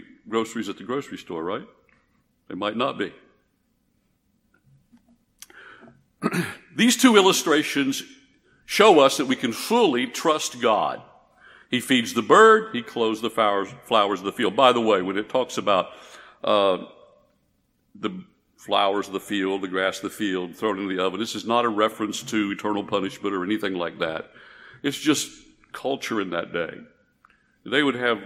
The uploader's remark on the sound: This message was preached at Northside Baptist Church in Conroe, Texas.